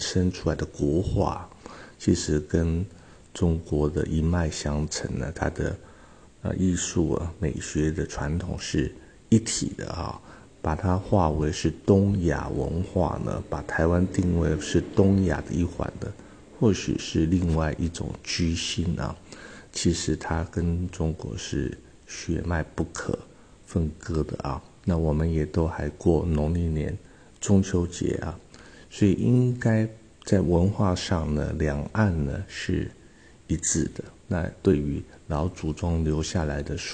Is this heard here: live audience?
no